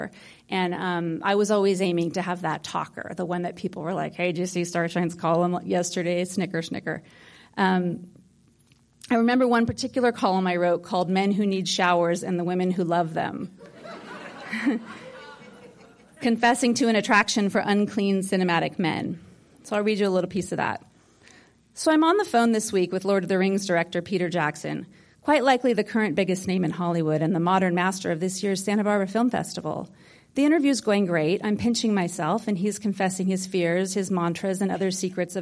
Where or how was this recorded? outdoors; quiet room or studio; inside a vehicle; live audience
live audience